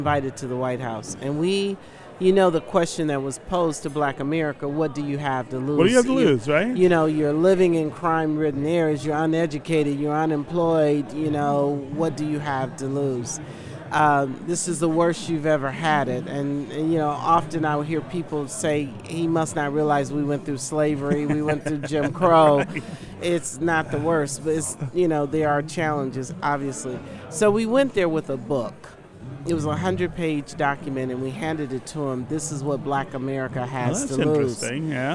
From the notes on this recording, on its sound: Joins Detroit Today from the 2017 Mackinac Policy Conference.